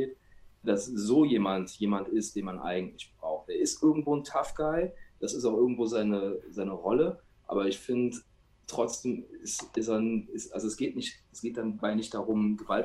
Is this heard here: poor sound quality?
yes